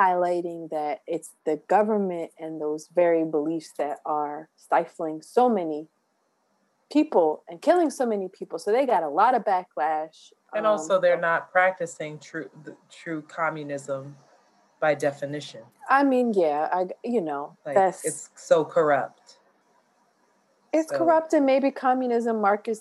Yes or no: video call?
yes